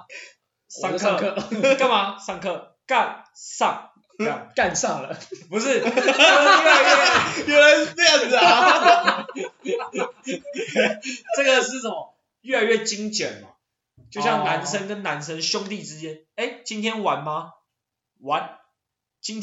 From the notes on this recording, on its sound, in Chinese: 因為還在各種嘗試錄音方式，音質可能會有落差。